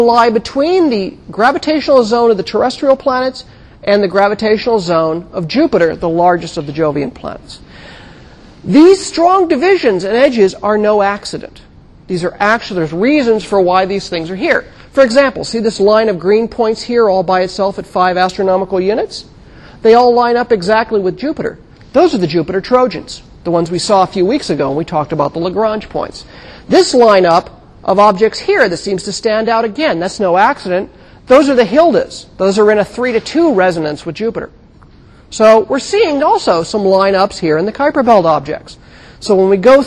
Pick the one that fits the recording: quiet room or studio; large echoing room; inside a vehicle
large echoing room